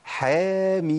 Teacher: ما ضخمش صوت الحاء اذا جه بعديها الف